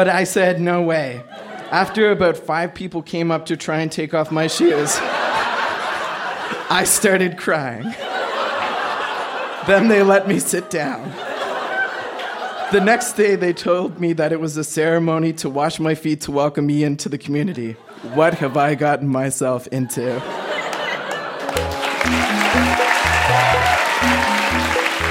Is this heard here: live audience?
yes